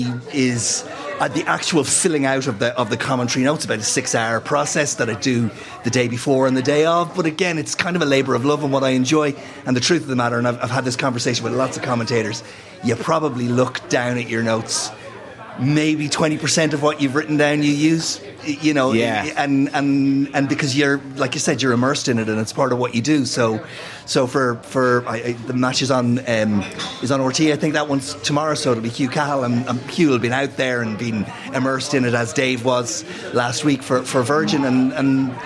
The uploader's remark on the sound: LIVE in The Bridge 1859 in Ballsbridge